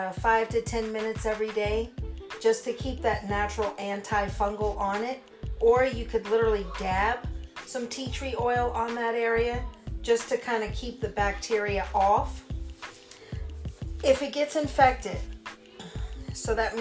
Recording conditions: poor microphone